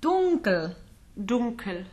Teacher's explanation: So the NK in German does go back to the sort of an NG sound.